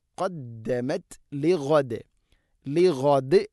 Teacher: ലിഗദ് എന്ന് വഖഫ് ചെയ്യുമ്പോൾ ദാലിനെ ശരിക്കും കേൾക്കുന്ന രൂപത്തിൽ ഖൽഖല ചെയ്യണം. ലിഗദ്, ലിഅദ് അല്ല, ഗൈനാണ്.